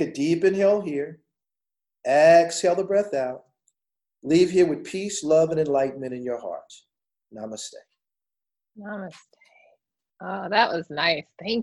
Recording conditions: video call